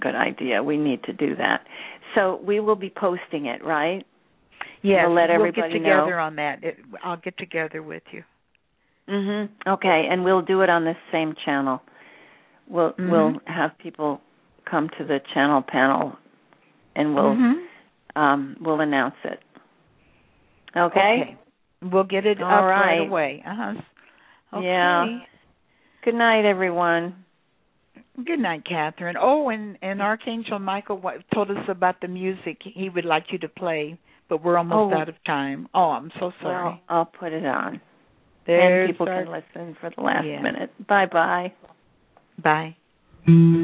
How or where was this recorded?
phone line